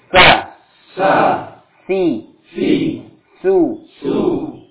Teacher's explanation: Karena nafasnya mengalir, berarti sifatnya hamz.